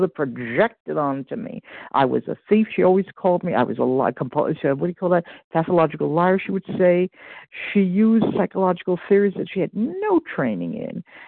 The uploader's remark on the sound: 100 Pounders Phone Meeting